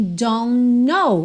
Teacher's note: eu junto o N do don't com o N do know, já que a primeira letra do know, que é a letra K, é muda.